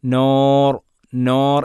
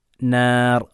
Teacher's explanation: നൂൻ അൻ ന നു നീ എല്ലാം തർഖീഖാണ്, ലോലമാക്കി ഉച്ചരിക്കുന്ന അക്ഷരമാണ്, തഫ്ഖീം അക്ഷരമല്ല. · Shown in: second take